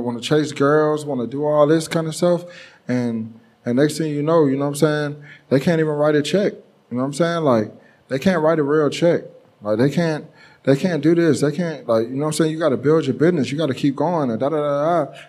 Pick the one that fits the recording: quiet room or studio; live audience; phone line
live audience